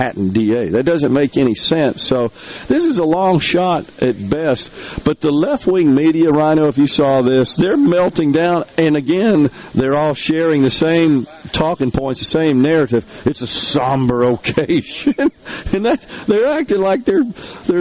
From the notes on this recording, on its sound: LIVE from Corner Market in Hattiesburg